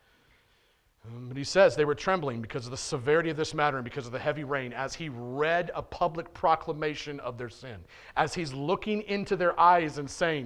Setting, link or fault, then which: setting, large echoing room